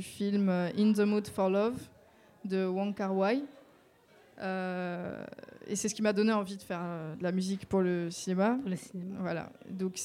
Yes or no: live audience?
yes